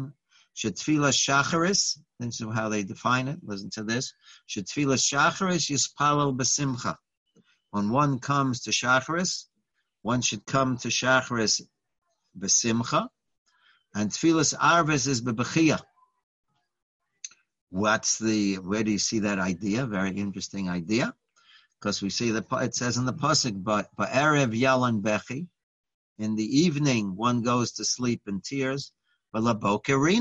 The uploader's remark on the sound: Live On Zoom